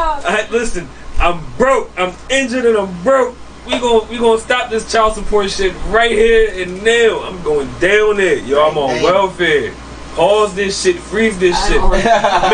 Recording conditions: poor sound quality